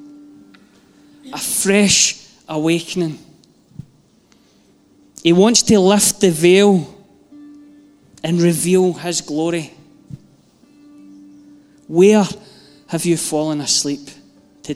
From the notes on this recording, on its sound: Live from our Sunday gathering.